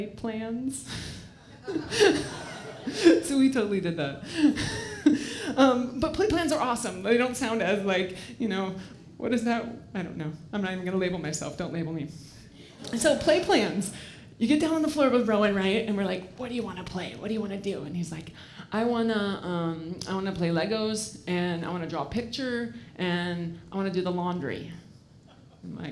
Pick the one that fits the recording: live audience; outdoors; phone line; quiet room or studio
live audience